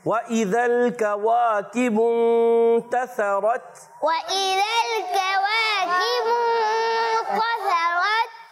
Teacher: रा को पुर रखेंगे, ता को बारीक रखेंगे